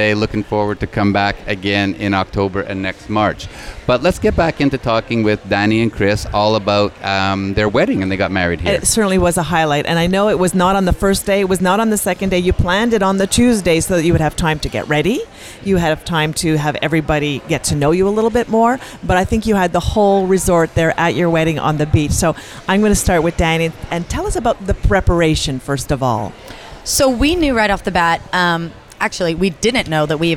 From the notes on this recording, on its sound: On location at Hedonism II Resort in Negril Beach, Jamaica, during Young Swingers Week.